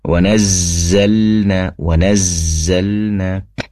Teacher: Kemudian wanazzalna, di situ ada tasydid di atasnya huruf zai, maka di durasi makhraj pelafalan zainya dalam makhrajnya atau dalam tempat keluarnya huruf zai di perpanjang